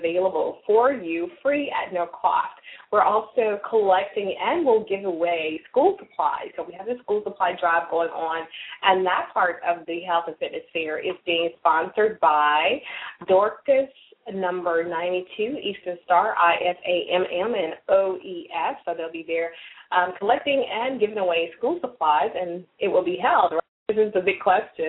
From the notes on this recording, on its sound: LML uses a progressive live call in format.